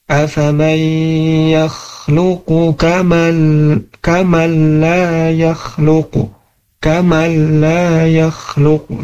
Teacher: Nah, di huruf nun menghadapi huruf lam itu tidak ditahan ya, tapi memang betul dimasukkan huruf nunnya ke huruf lam, tetapi tidak ditahan. Jadi bacanya afamay yakhluqu kamal la yakhluqu kamal la yakhluqu gitu ya, dan tidak ditahan ke huruf lamnya. · Term: ilghom bila gunnah